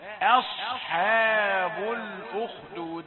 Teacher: همزة رقيقة والصاد مفخمة والحاء رقيقة